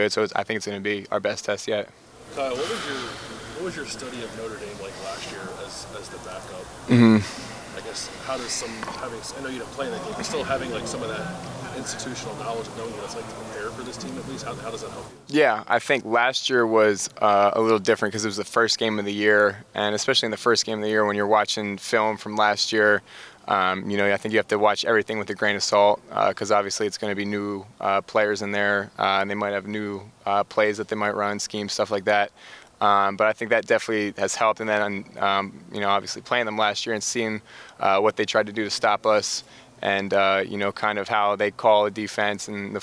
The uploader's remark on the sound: Uncut audio primarily from Ohio State press conferences, but also from individual interview sessions. We are bringing you unedited audio from player availability sessions.